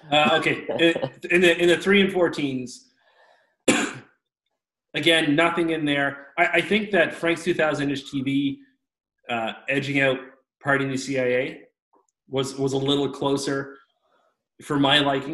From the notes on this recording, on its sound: Jump on an impromptu zoom call.